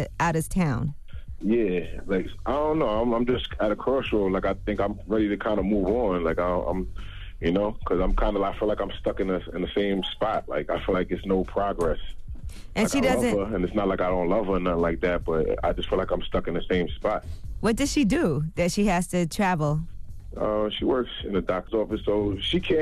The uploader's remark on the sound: We opened up the phone lines for a chance for our listeners to nominate someone for "Donkey of the Day".